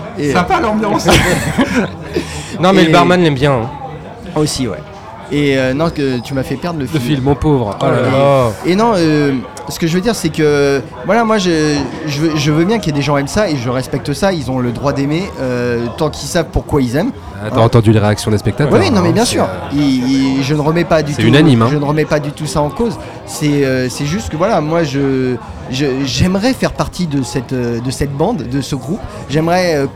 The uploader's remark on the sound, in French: Enregistré au Hurling pub (8 Rue Descartes, 75005 Paris), le vendredi 26 avril 2019.